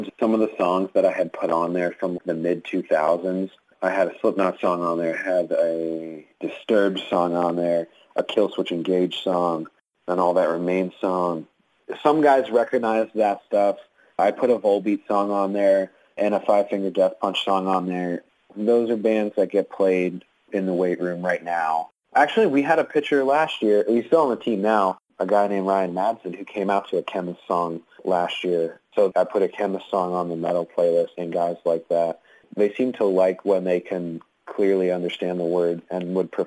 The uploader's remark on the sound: The interview was conducted over the phone